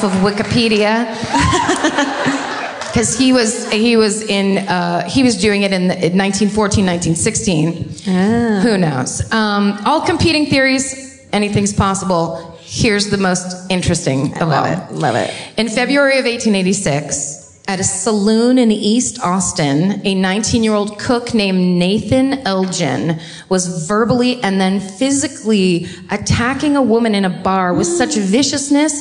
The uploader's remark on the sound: Live at the Moontower Comedy Festival. Live from Austin, Texas!